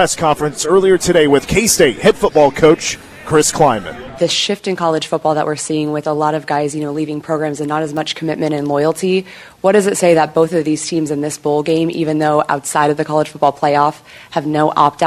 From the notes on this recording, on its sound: press conference